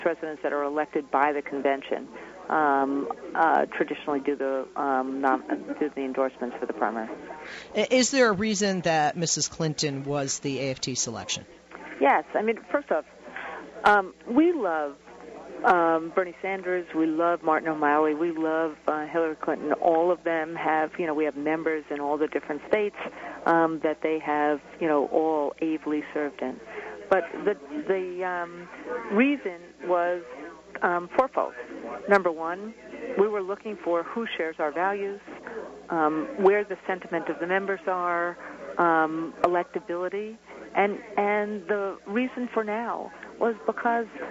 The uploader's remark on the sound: Live from the American Federation of Teachers' 'TEACH 2015' Conference.